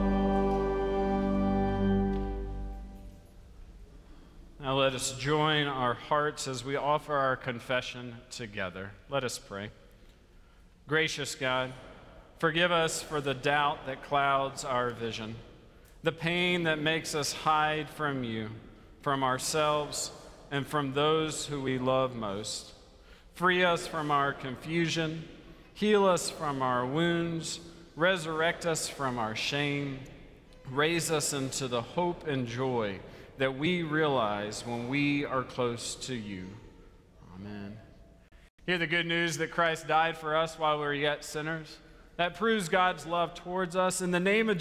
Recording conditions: large echoing room